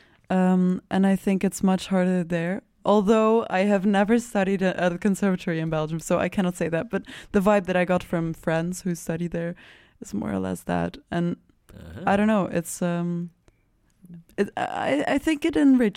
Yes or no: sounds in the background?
no